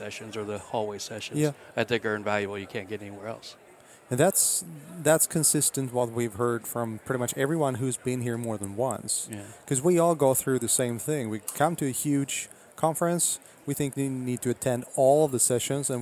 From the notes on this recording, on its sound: recorded at Microsoft Ignite in Orlando